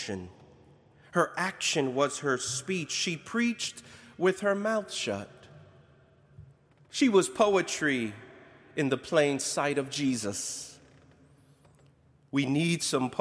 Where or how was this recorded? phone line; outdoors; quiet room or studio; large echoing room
large echoing room